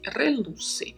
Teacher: E temos aí como particularidades de pronúncia os dois R's vibratos no começo e no final da palavra e a letra C, que podemos falar com som de S, relucir. E quando é utilizado como reluce, só vamos ter um R vibrato